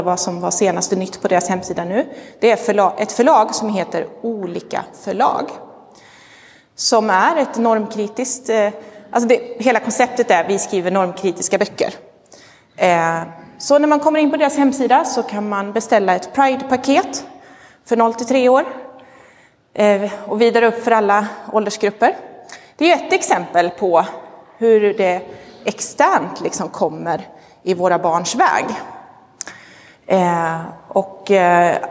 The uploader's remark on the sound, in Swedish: Inspelad i Roseniuskyrkan